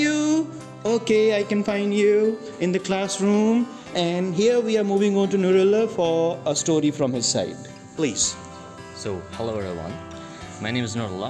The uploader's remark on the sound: This episode has narrations by students of IFS Section 4. The recording was done in class.